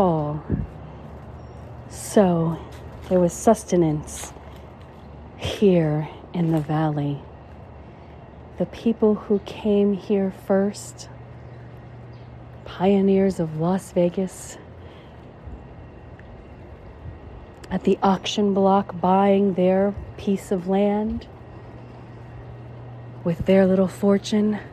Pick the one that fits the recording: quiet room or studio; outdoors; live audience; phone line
outdoors